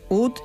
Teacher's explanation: La nota ut terminaba en una consonante sorda, la letra T, lo que la hacía tosca, cerrada y muy difícil de vocalizar para los cantantes.